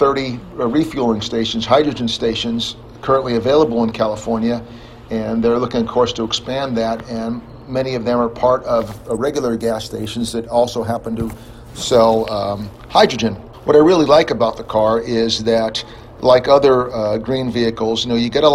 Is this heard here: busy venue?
yes